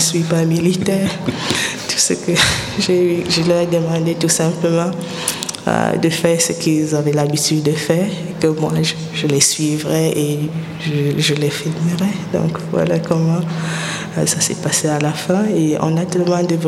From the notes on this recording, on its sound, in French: En direct du festival Black Movie